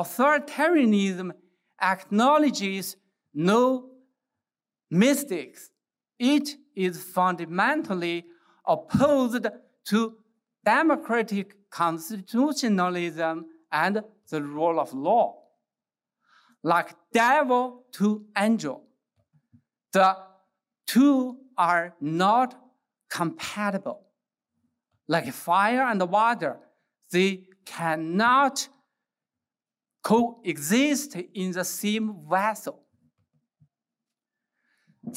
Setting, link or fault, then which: setting, live audience